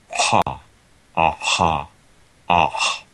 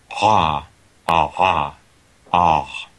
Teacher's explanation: So they're radicopharyngeal, I guess. There's a retraction of the root of the tongue.